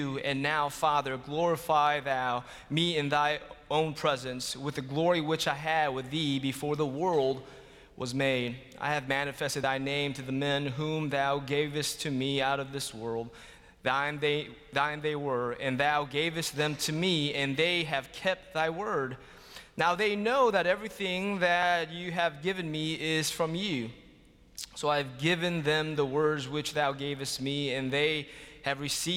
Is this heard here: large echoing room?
yes